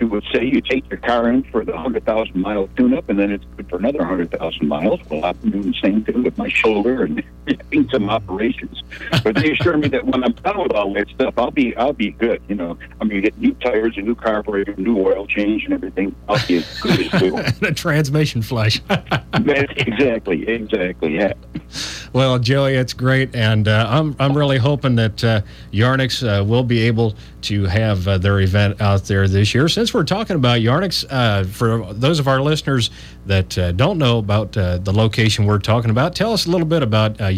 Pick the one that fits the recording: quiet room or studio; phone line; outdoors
phone line